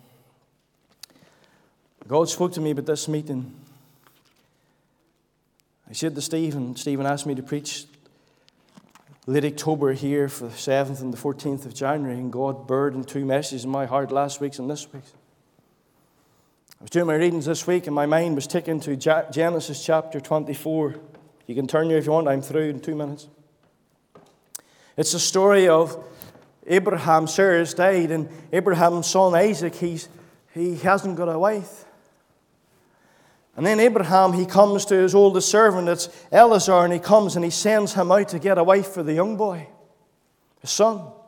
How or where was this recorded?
large echoing room